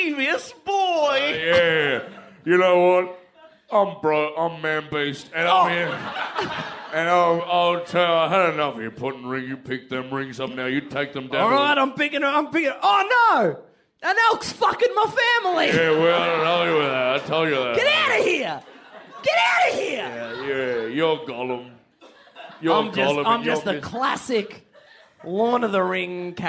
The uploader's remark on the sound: LIVE FROM SOHO THEATRE LONDON